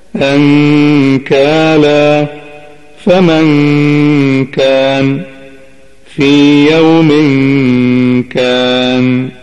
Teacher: لقد تبين لنا من الأمثلة السابقة المذكورة أن النون الساكنة أو التنوين إذا وقع بعد أحدهما حرف من حروف الإخفاء الخمسة عشر تخفى عند ذلك الحرف، بحيث يكون النطق بالحرف كما سمعتم بصفة بين الإظهار والإدغام مع بقاء الغنة